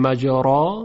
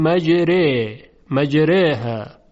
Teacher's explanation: اما عرض کردیم این مورد استثناست، یعنی در قرائت قرآن ما به جای این که حرف را رو تفخیم کنیم باید اون رو ابتدا ترقیق کنیم، و به جای این که بعد از حرف را فتحه باشد و صدای الف، الف رو ما تبدیل میکنیم به چیزی شبیه صدای یا · Shown in: second take · یعنی به جای این که بگوییم مجارا میگوییم مجره مجره. · Term: اماله